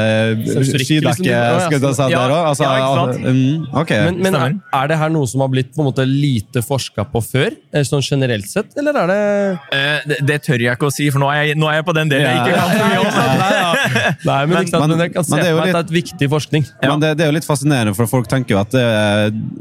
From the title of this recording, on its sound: S4 EXPO LIVE]